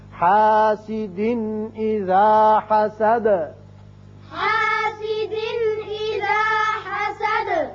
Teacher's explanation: حاسد اذا حسد، حاسد اذا حسد، حاسد یہاں دو زیر تنوین ہے، نون کی آواز پیدا ہوتی ہے، آگے حمزہ بشکل الف ہے جو کہ حروف حلقی میں سے ہے، لہذا یہاں اظہار ہوگا نون کا. اذا حسد دال ساکن ہو جائے گی، آیت ختم ہوتی ہے تو دال کی صفت قلقلہ حسد کر کے پڑھیں گے